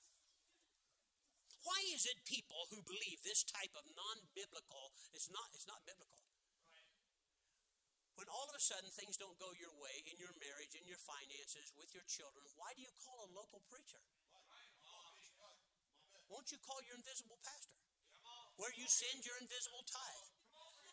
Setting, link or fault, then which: setting, large echoing room